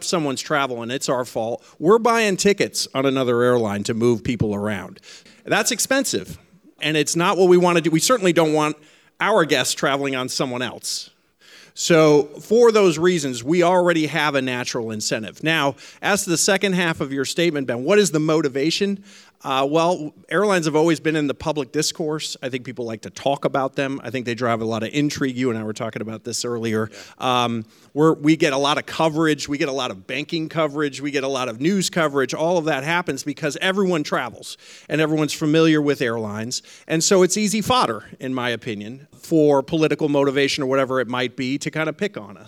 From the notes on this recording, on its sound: Recorded live on stage at Aviation Festival Americas 2023. In-person listener question.